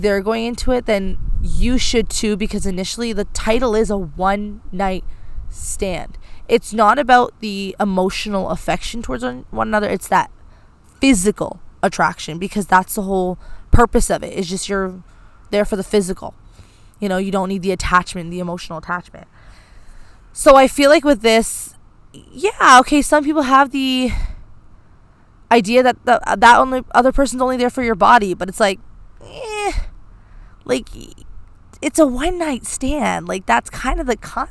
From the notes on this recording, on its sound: As she records this weeks episode outdoors in a park. Sorry for the wind and airplane noise.